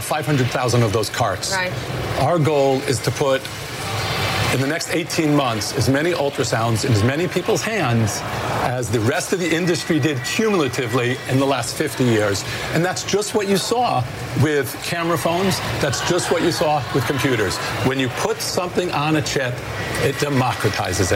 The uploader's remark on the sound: live from the New York Stock Exchange